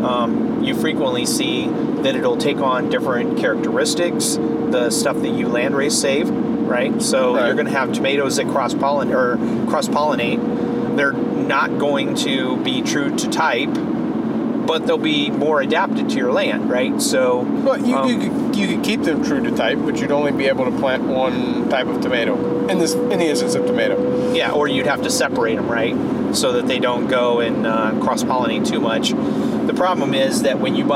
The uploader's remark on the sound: This episode was recorded while we were on the road to an event (there is some road noise).